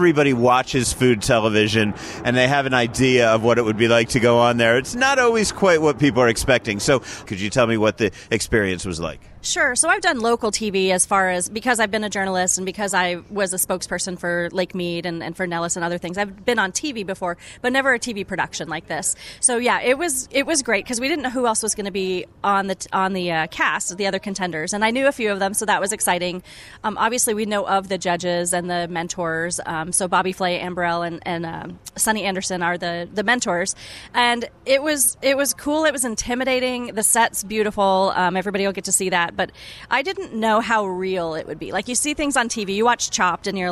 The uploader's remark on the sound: recorded this episode at Little Avalon, the coastal cuisine casual joint in Village Square, the shopping complex at West Sahara & Fort Apache